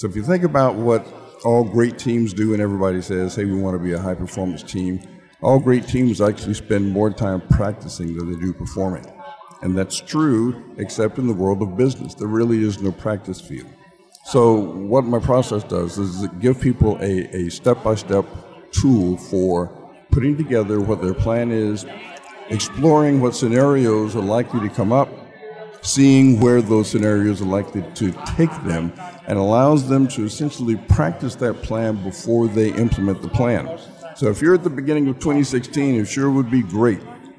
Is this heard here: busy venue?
yes